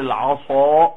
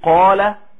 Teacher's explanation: هتلاقي الصاد اشد تفخيما من القاف